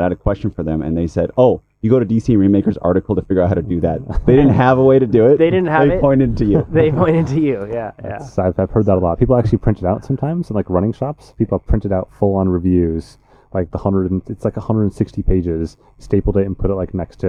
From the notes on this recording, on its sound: Episode 219 of the Ask a Cycling Coach Podcast is live from Eurobike!